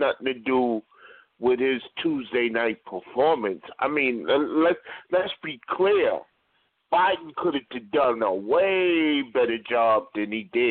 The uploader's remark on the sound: Live and Call-In